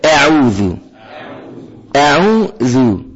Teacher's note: واوعى تطلع الذال ظاء